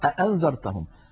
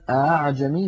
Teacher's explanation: فيقرأها لتسهيل الهمزة الثانية لا لتحقيقها · Shown in: second take · مع أن التحقيق هو الأصل. لماذا هكذا رواها عن شيخه